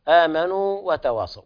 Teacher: هنا لا يوجد إدغام لأنه لا يوجد تماثل بين الواو الأولى والثانية